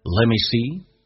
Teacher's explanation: Let's 跟 me 有一个弱化现象，直接把 t 去掉 me，然后长元近似于发短元变成 let me.